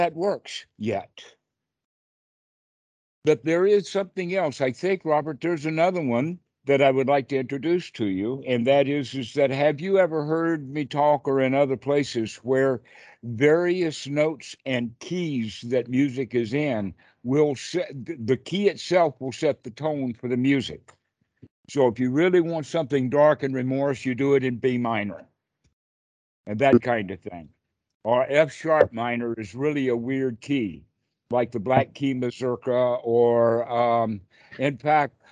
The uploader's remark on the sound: The date in the title indicates the date the call was recorded.